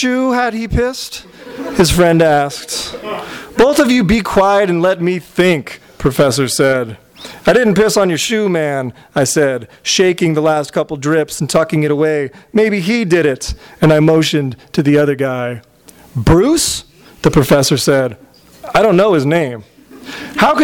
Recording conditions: live audience